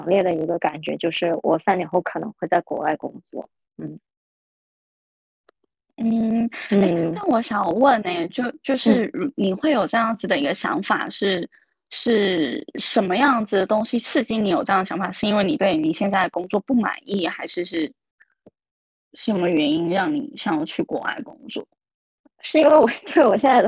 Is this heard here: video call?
yes